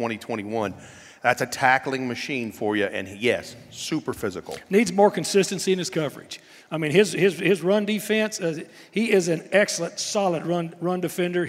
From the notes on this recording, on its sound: LIVE at Hub City Brewing. From Hub City Brewing in Jackson, TN.